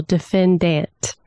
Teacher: pronounce the word defendant with such an emphasis on the final syllable